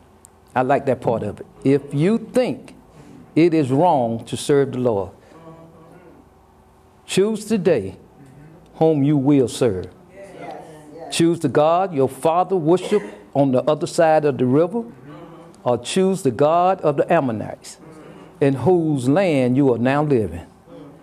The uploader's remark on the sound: Sermon preached from Wesley AME Zion Church